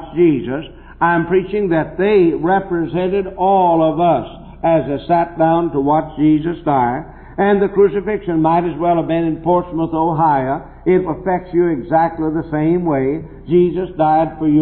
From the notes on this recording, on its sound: preached this message at Temple Baptist Church in Portsmouth Ohio in the 1960's